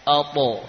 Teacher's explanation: Untuk huruf ta dan qaf, ya, karena huruf ta dan qaf ini punya sifat isti'la, maka suara e-nya beda sedikit, ya, yakni agak tebal, ya. Contohnya huruf ta, ato, ya, bukan ate, namun yakni suaranya terangkat, ato.